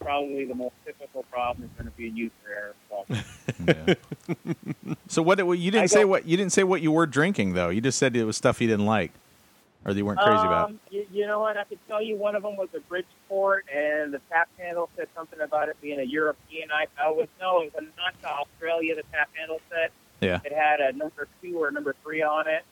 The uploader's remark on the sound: Phones in from Seattle with his impressions of the first day.